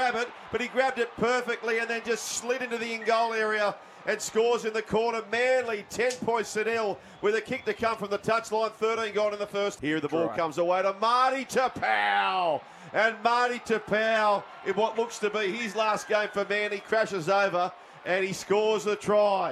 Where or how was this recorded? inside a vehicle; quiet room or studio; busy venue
busy venue